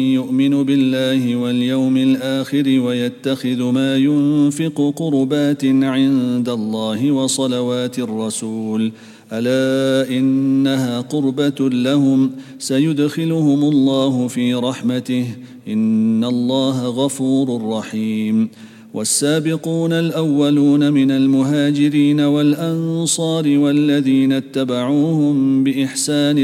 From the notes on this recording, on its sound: at the Houghton Masjid (West Street)